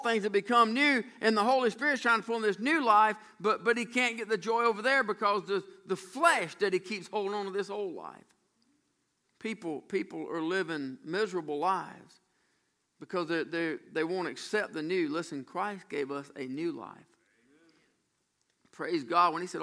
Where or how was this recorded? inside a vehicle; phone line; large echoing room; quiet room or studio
large echoing room